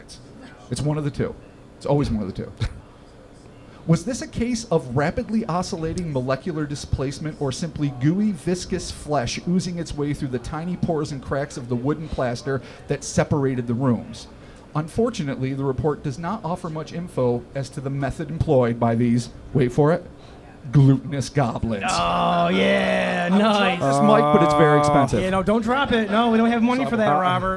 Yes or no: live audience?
yes